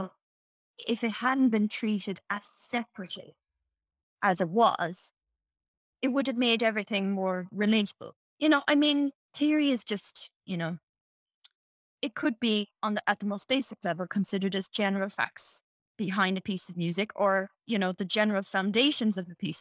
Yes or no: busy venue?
no